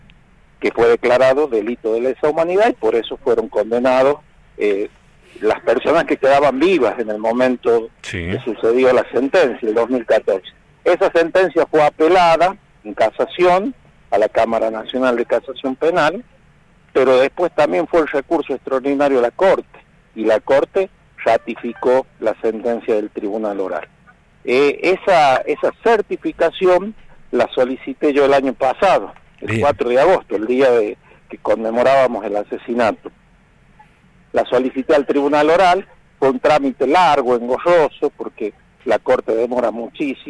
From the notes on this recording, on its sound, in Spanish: dialogó este miércoles —vía telefónica— con el ciclo Actualidad Política, que se emite por Radio LV11.